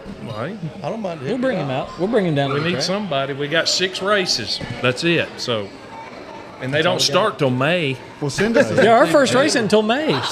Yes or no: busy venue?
yes